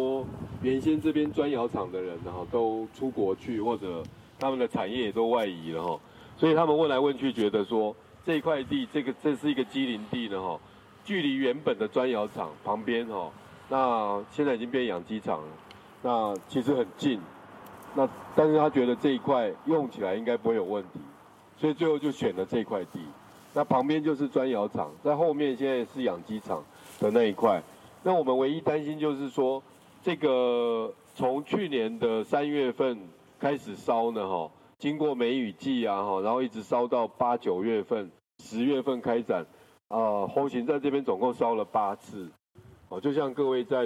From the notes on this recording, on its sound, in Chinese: 大隆田展區」現場導覽